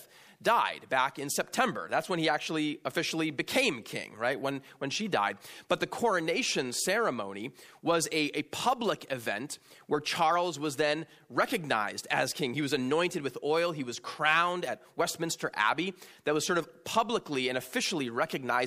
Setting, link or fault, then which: setting, large echoing room